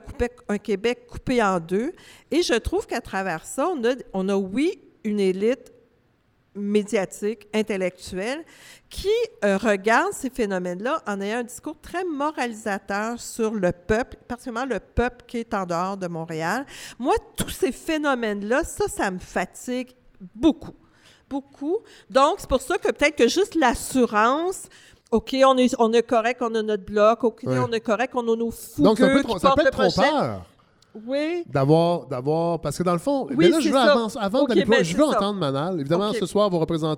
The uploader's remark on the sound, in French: Un épisode hors-série organisé par les OUI Québec enregistré devant public au Bain Mathieu.